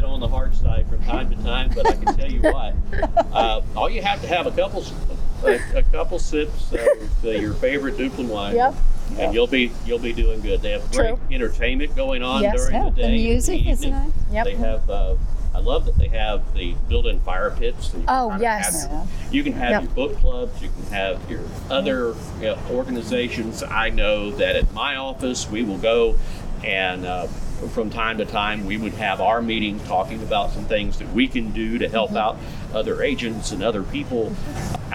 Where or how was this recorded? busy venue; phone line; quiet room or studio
busy venue